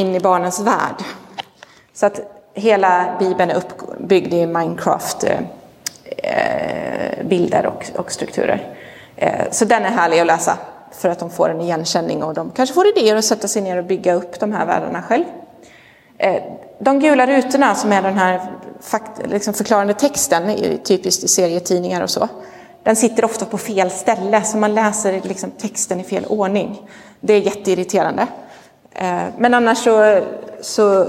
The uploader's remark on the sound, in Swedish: Inspelad i Roseniuskyrkan den 23 oktober 2022.